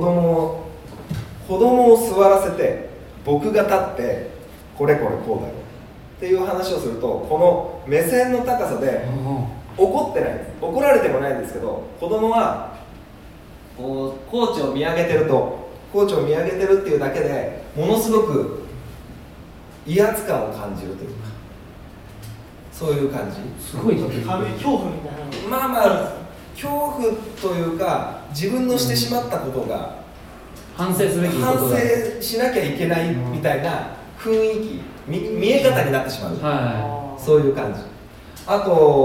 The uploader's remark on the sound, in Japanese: 公開収録音源。In可児。